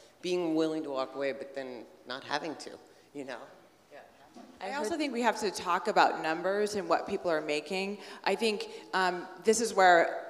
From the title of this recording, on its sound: New Hollywood Live at TIFF 2018